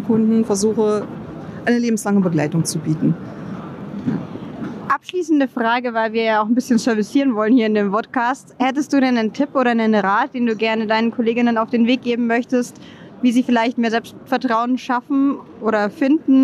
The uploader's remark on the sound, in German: aufgezeichnet auf der diesjährigen DKM